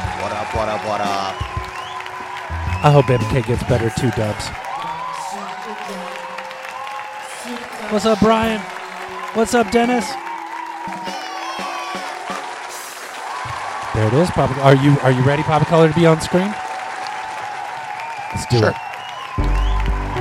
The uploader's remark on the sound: Filmed in front of our live Studio Audience.